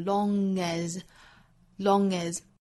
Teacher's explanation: 最后 as long as it's contained, as long as it's contained,有连读，就是 long 和 as 之间连读 long as, long as,当然 as 还有一种发音方法就是弱读成 as, as long as, as long